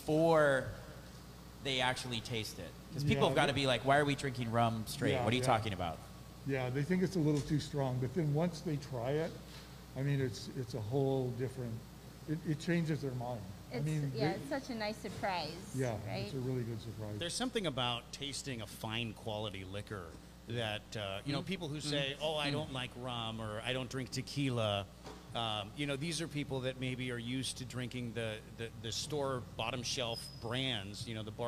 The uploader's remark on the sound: At Kohana Rum Distillery on Oahu. Live on location at Kohana Agricole Rum distillery in Kunia, Hawaii.